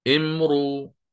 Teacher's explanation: ثم عندك الإشمام امرؤ، أضم الشفتين